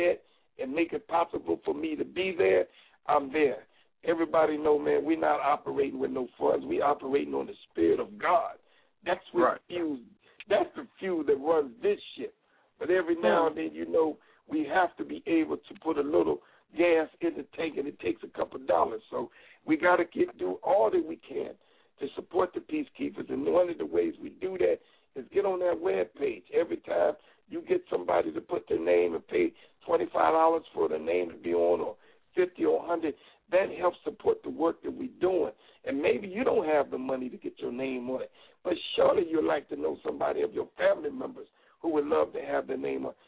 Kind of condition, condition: link, phone line